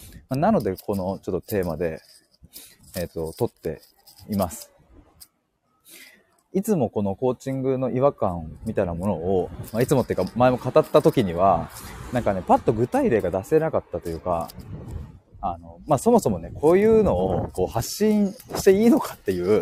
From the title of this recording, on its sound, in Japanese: 歩きながら話します